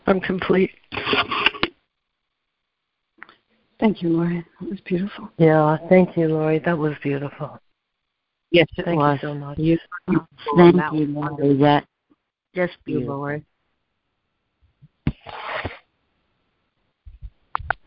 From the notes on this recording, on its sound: ACIM Daily Conference Call